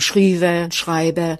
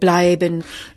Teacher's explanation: Wir haben Frikativlaut, wie wir sagen, also W oder F, wo wir hochdeutschen B haben. · Shown in: first take